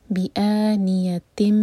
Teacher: بی ایک حرکہ، اس کے بعد حمزہ کا cut off sound, بی a not بی آ، بی آنیتن، آ مد بدل ہے دو حرکہ لمبا، بی آنیتن من.